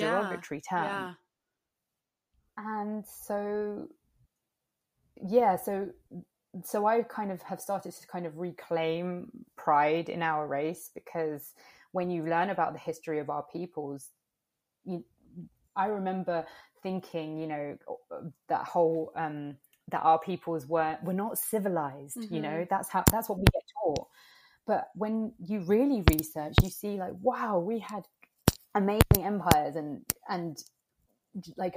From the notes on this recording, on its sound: the audio in this episode was a tad bit messed up when it was downloading